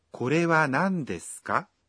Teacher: Ukiongeza ka mwisho wa sentensi na uitamke sentensi hiyo kwa toni ya juu, utakuwa unauliza swali.